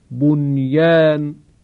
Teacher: ادغام نمی کنیم نون رو در یا · Term: نون ساکن